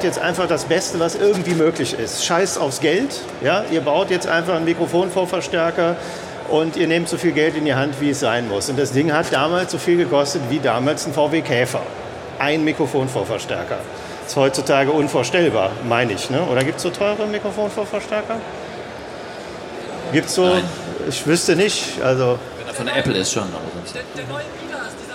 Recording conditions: busy venue